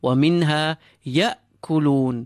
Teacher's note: Hamza is clean, no need for additional air to be released or sound. Keep it uh, a complete guttural stop.